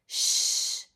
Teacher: That's the last sound before the ED. It doesn't turn our voice box on